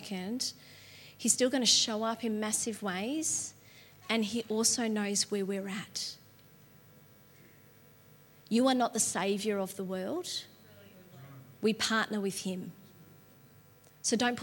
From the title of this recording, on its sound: LIVE at Echo Church